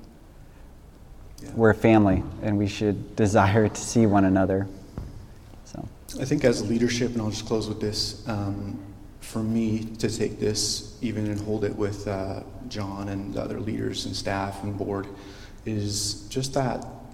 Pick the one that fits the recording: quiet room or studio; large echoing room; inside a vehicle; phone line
large echoing room